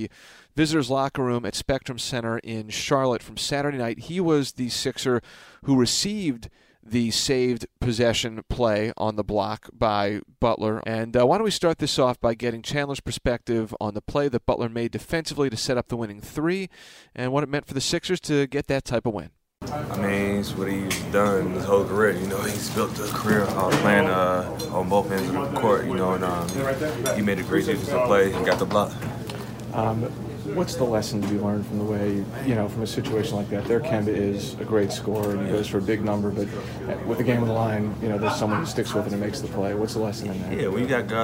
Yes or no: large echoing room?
no